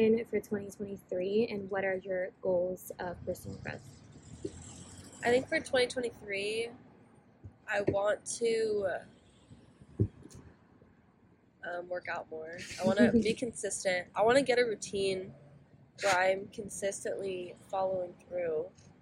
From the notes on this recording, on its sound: Excuse the background noise